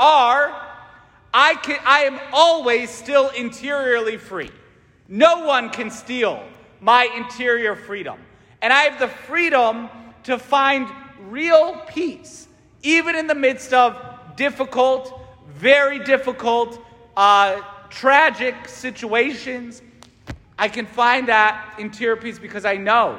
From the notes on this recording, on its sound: St Francis Catholic parish homily